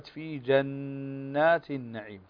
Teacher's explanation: فهنا النون مشددة تغن بمقدار حركتين